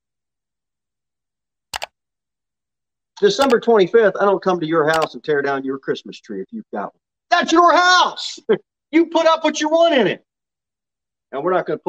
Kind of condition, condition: setting, large echoing room